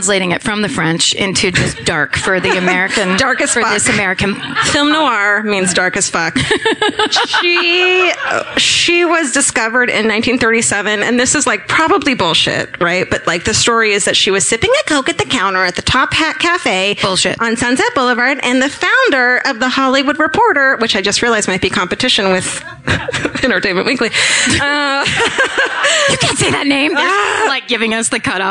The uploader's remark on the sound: This week was recorded live from the Entertainment Weekly Popfest 2016.